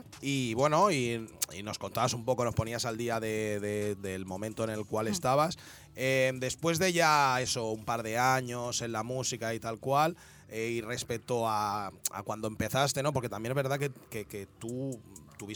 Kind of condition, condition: setting, busy venue